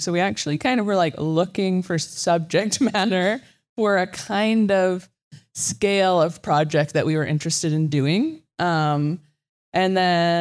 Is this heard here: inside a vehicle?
no